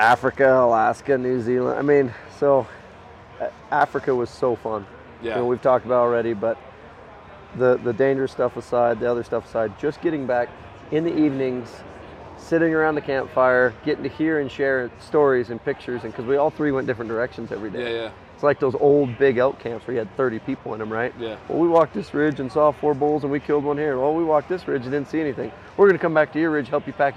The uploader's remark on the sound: LIVE FROM TOTAL ARCHERY CHALLENGE | PARK CITY, UT 2022. A few weeks ago I headed out to Utah to Total Archery Challenge and recorded a few live podcasts with some friends in the industry old and new.